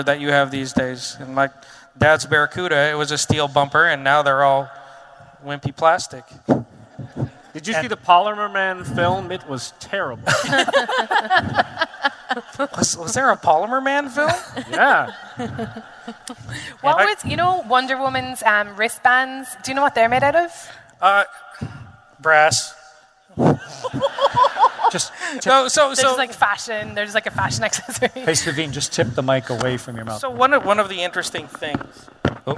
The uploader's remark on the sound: StarTalk Live! from Future Con